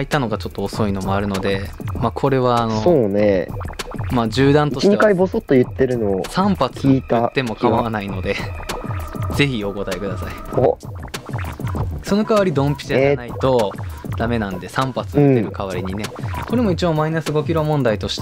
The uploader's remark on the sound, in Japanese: 今回は初めての外収録！私が自粛期間ということもあり、密室での収録を避けました。